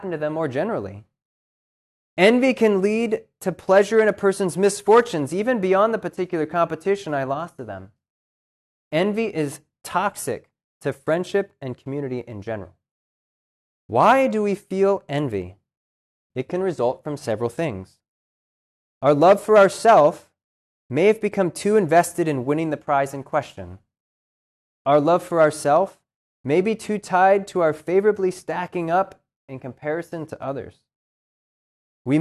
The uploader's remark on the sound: This lecture was given on March 7th, 2023, at Cornell University